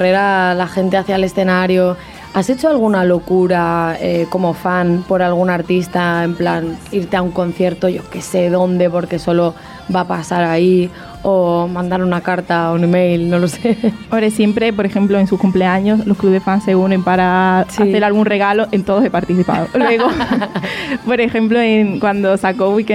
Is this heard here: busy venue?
yes